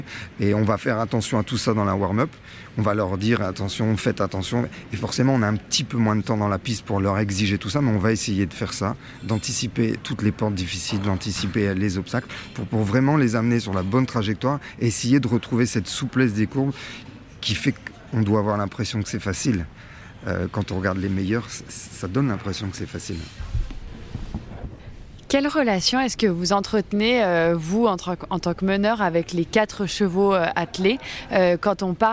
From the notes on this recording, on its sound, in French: En immersion au CHI de Genève. Nous sommes en direct du CHI de Genève.